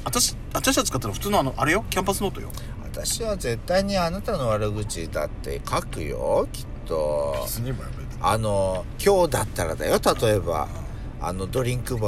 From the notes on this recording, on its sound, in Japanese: パーキング収録